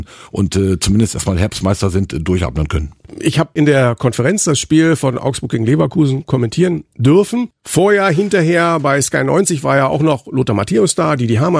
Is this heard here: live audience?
no